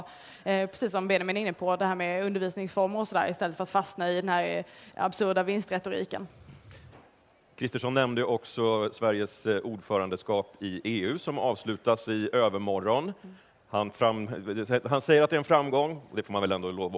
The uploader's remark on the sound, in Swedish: Livepodd från Almedalen